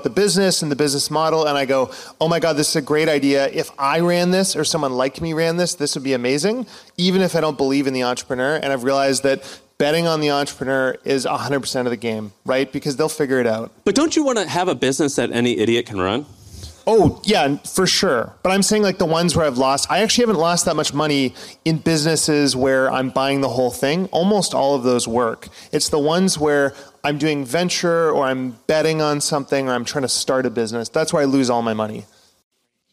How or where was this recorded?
live audience